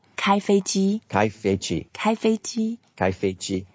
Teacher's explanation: 机 is also the first tone. So 开飞机, altogether all the three characters are all in first tone. Just keep it flat, even tempo.